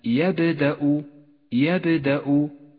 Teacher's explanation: لاحظ صفة القلقلة لحرف الباء في كلمة يبدأ يبدأ، ميز بالأزرق إشارة إلى صفة القلقلة، وهي هنا قلقلة صغرى لأنها في وسط الكلمة.